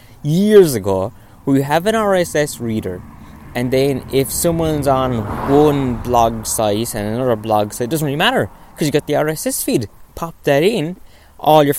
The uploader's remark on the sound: On today's episode I go for a little walk. Then I go indoors.